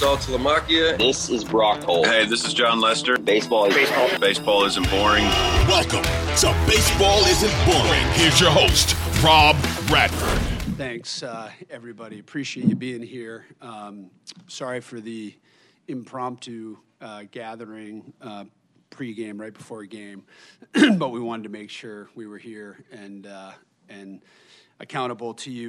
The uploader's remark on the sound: we bring you the Press Conference